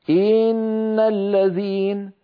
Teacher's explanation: الضغط على همزة إن تنطق خطأ إن الذين، فإذا فعل ذلك تولد من كسرة الهمزة ياء